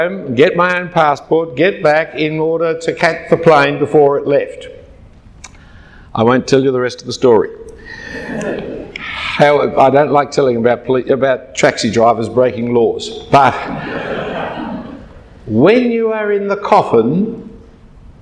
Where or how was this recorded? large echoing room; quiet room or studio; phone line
large echoing room